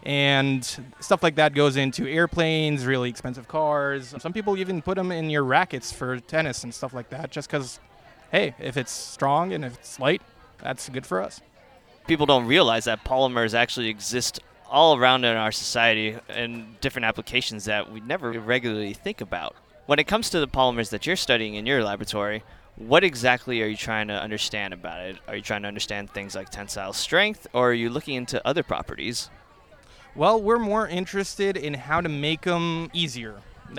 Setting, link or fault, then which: setting, busy venue